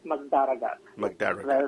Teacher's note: The stress on the second syllable.